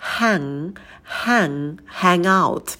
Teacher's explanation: Потом у нас идет звук лягушка «hang» и носовой звук «н». Звук «г» мы не произносим, у нас носовой «н».